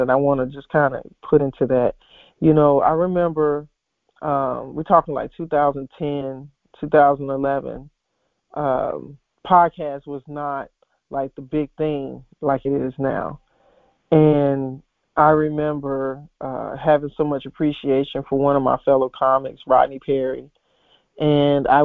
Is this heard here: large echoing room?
no